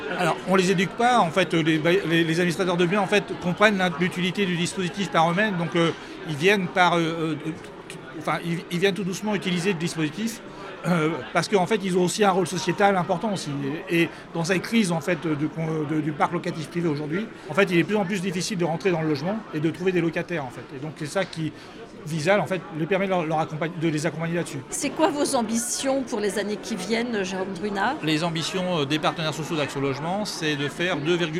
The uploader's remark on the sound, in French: Ce podcast a été enregistré à Immo, le congrès de la FNAIM à Paris les 4 et 5 décembre derniers.